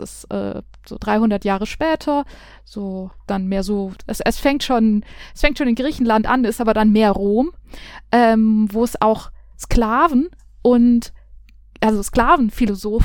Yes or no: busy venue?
no